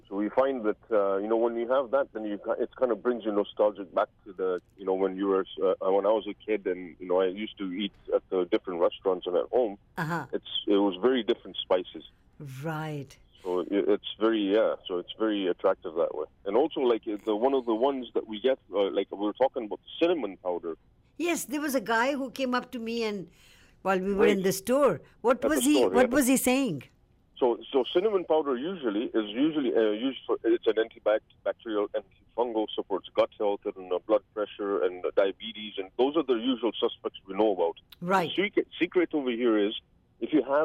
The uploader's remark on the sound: Over the phone!